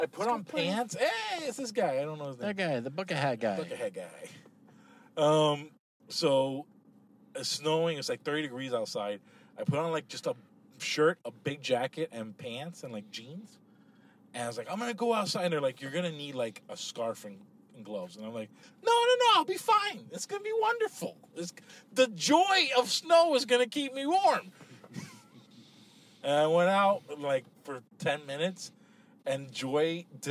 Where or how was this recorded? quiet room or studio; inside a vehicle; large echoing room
inside a vehicle